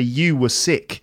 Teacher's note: So you can hear the R in were there. Now, with my English accent, my received pronunciation, I don't pronounce that R, so I would say you were sick.